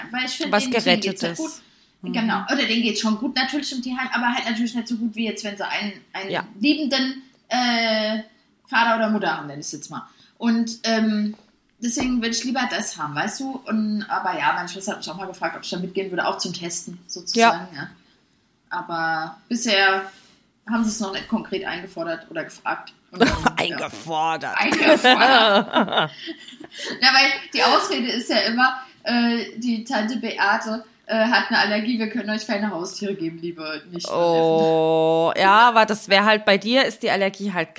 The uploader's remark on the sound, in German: die Tonqualität ist nicht optimal und in Minute 48 wird es laut.